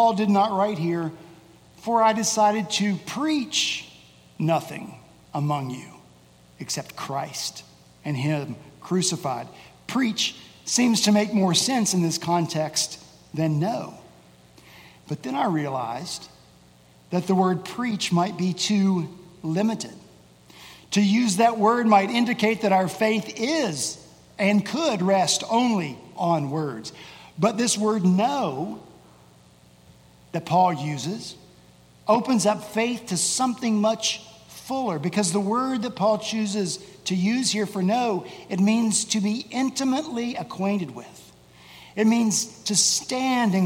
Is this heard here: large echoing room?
yes